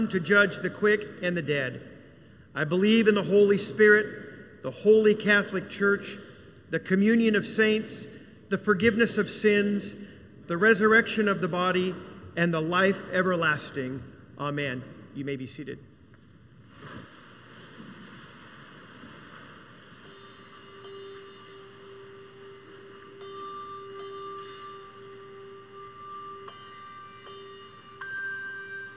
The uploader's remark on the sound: Recorded live during the Sunday worship service.